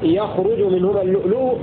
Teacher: بفتح الياء وضم الراء مبنيا للفاعل، يخرج من خرج الثلاثي.